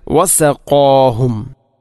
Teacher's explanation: വസഖാഹും വസഖാഹും, ഖാഫിനെ ഉച്ചരിക്കുമ്പോൾ വസഖാ ഖാ അല്പം കനപ്പിച്ച് ഉച്ചരിക്കണം